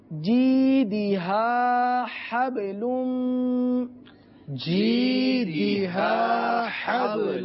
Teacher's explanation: جی دیہا کا ہا ہا ہے جو سینے سے متصل حلق سے ادا ہوتا ہے، اور حبلم کا ہا یہ وسط حلق سے ادا ہوتا ہے